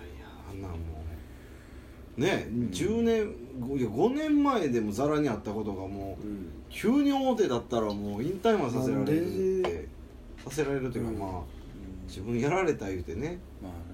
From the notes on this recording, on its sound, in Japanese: 神戸、SPACE DOG!RECORD(お店)より。